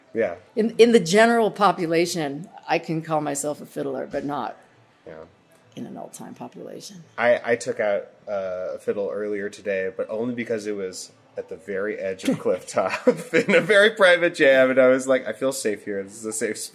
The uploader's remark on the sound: We recorded this at Clifftop!